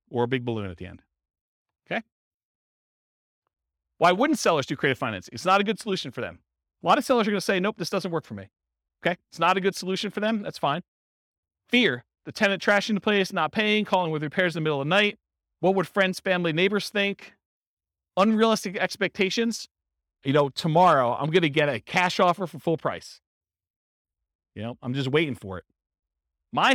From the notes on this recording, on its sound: This was a live class recorded